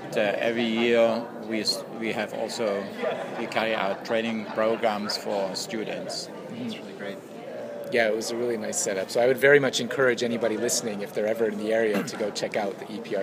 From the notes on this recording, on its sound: On location at the 24th Congress of the International Primatological Society in Cancun, Mexico.